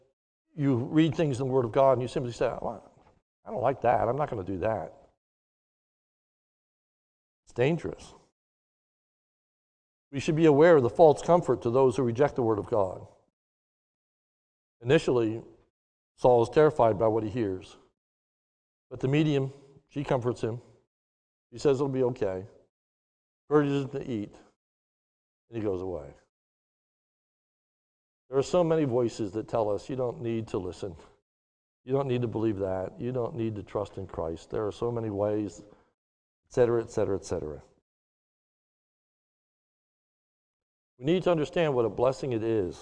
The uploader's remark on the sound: a sermon recorded live at the Lebanon Bible Fellowship Church in Lebanon, Pa on 04/25/2021 during the morning service